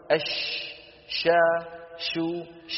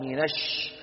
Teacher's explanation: جزء من الصوت يصطدم بالصفحة الداخلية للثنايا العليا ويرتد إلى داخل الفم · Term: التفشي